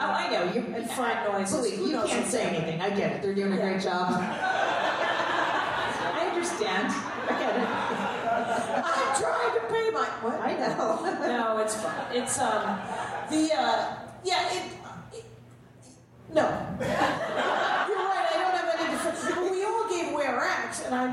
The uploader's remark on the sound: This ep was recorded live at the Bridgetown Comedy Festival 2017 in Portland, OR.